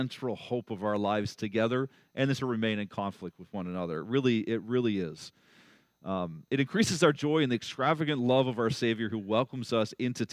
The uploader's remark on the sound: at Blessings Christian Church in Hamilton, Ontario.